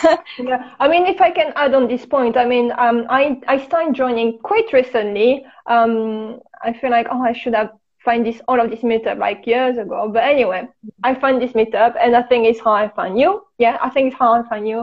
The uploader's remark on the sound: It was my first-ever Instagram Live